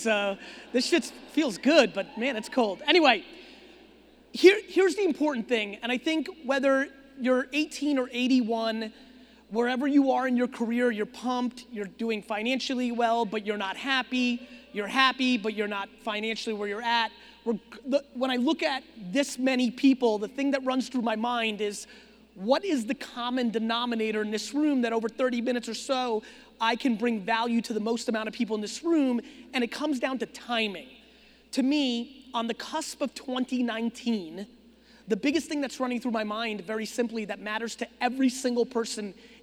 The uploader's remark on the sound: Phoenix Keynote. Fired up for this keynote I did a few months ago in Phoenix, Arizona. This was a big keynote.